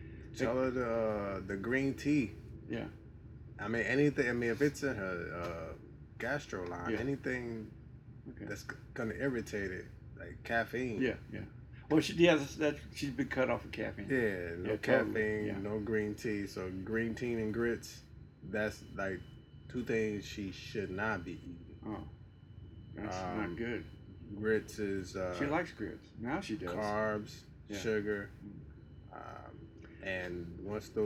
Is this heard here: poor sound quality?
yes